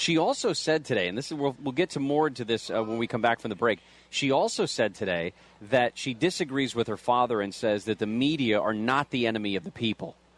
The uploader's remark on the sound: LIVE From Los Angeles Chargers Training Camp. Training camp at the Jack Hammett Sports Complex in Costa Mesa.